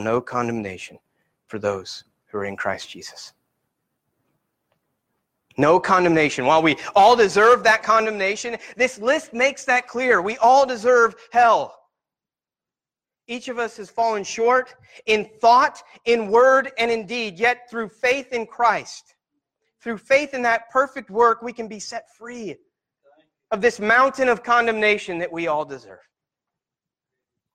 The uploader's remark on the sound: Sermon Preached at Christian Fellowship Church in Peru,